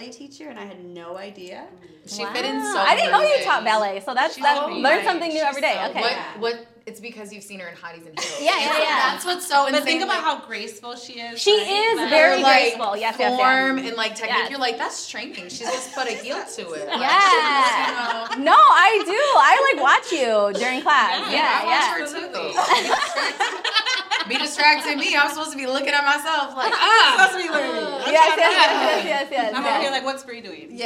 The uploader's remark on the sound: Live from Over the Top Dance , an intergenerational dance studio where the Hotties in Heels (Ultimate Girls Night Out) class takes place. Live from Over the Top Dance , an intergenerational dance studio where the Hotties in Heels (Ultimate Girls Night Out) class takes place.